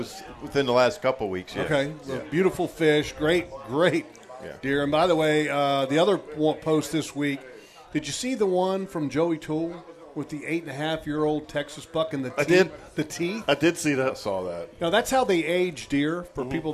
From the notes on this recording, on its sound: LIVE Christmas Show from Hagan Ace! Thanks to all who made it out.